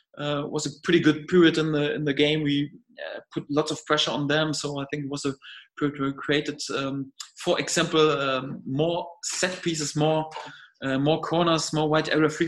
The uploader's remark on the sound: video conference with the media